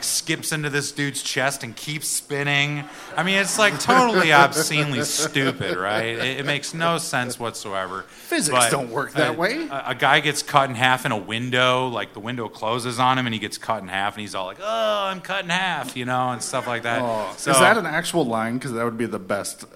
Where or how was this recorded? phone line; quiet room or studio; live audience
live audience